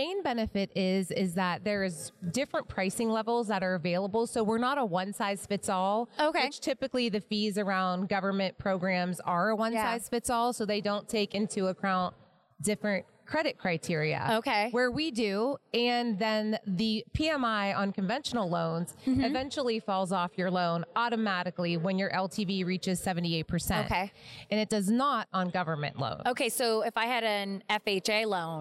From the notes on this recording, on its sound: our conversation with industry thought leaders and experts at the Mortgage Bankers Association’s Annual Conference (MBA Annual 22) in Nashville, TN